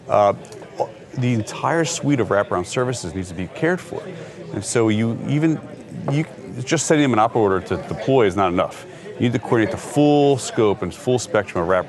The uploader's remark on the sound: A Walking Tour Of The National Response Coordination Center. We got a special walking tour of the NRCC.